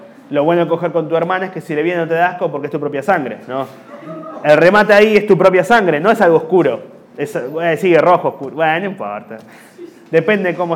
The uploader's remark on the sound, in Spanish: En vivo en Bahía Blanca